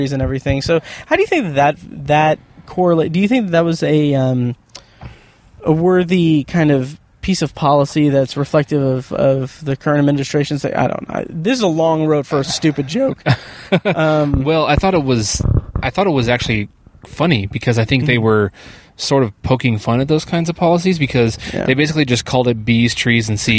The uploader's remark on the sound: Review Long Shot in my car after a screening.